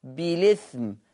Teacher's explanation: نقل حركة الهمز لللام يعني خلى اللام مكسورة · Term: بالنقل